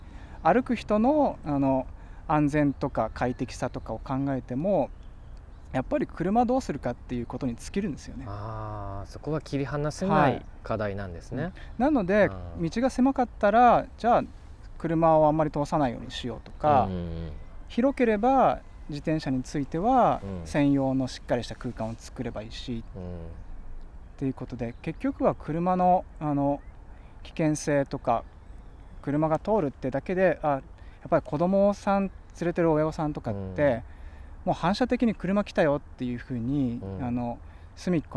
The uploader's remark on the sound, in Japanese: 収録地： 神奈川県川崎市 多摩川のほとり。本には書ききれなかった思いを川原で語った。収録地： 神奈川県川崎市 多摩川のほとり。収録機材： ZOOM F3 (レコーダー)、 ZOOM ZSG-1（マイク）。